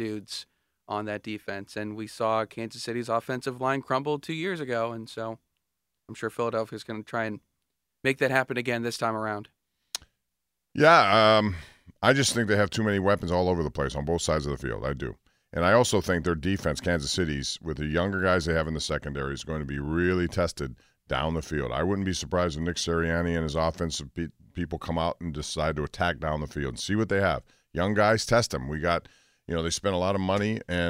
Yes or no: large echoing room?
no